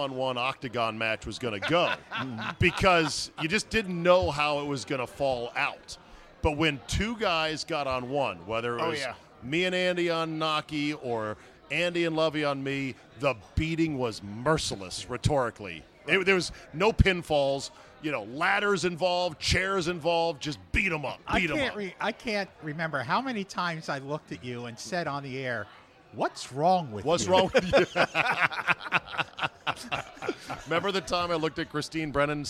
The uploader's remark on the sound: RECORDED LIVE at DC PRIME STEAKS in Ashburn VA.